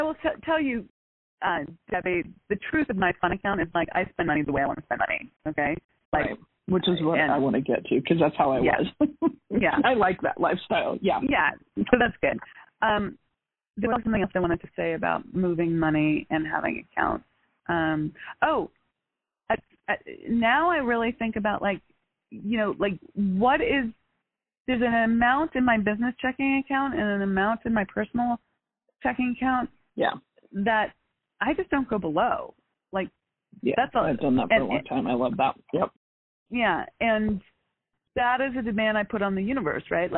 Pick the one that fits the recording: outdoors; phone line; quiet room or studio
phone line